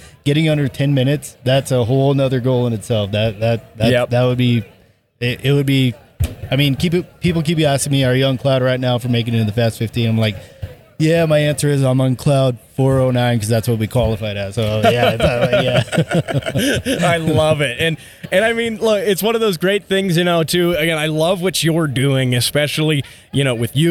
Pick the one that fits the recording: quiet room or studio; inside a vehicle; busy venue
busy venue